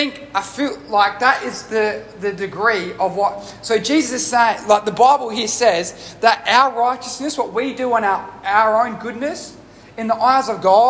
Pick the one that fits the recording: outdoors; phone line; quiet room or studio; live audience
live audience